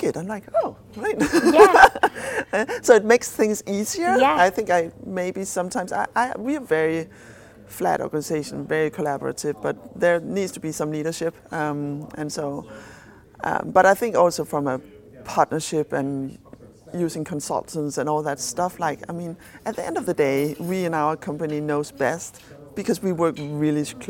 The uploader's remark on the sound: recorded at HIMSS22